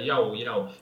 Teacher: E qui abbiamo molto velocemente I-A-U. Semplicemente pensare una sola vocale che cambia.